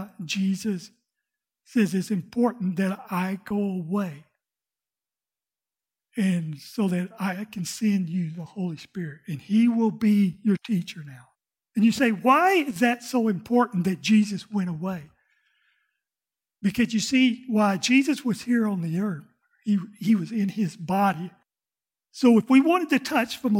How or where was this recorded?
large echoing room